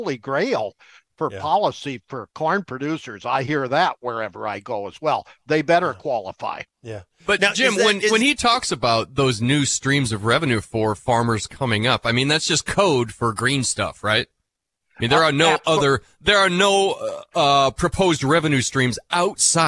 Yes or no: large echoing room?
no